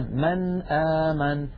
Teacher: فأخذ رحمه الله رأس الخاء ويكتبون رأس الخاء من غير نقطة، فإذا رأينا رأس الخاء يعني كأنها حاء فوق نون ما، فإن هذه النون ساكنة يقرعها اللسان، مثلا من آمن من، فيقرع اللسان مخرج النون عند الهمزة ولا يتأثر بمجاورتها أبدا. · Term: إظهار النون الساكنة